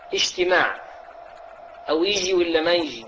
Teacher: نطق الجيم مشوبة بالشين